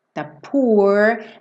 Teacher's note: Lembra que 90% das vezes quando a gente tem esses dois O's, a gente tem esse som U comprido